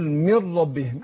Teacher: النون ساكنة وبعدها الراء، ده إدغام بغير غنة